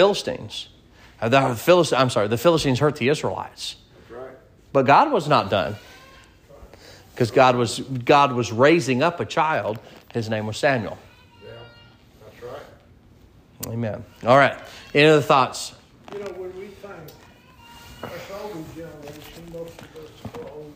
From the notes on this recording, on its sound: Sermon preached at Mid County Baptist Church